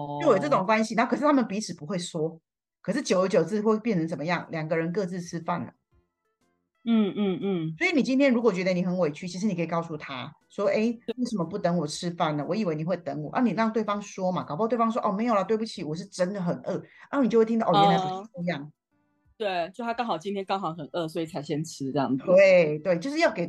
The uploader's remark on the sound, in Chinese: 透過連線的方式來進行錄音。如果音質上有任何的不穩定再請大家多多包涵。